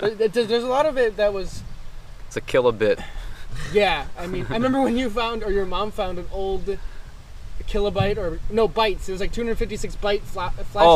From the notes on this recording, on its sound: this episode was recorded outside, so the atmosphere and sound levels are a bit different in this episode.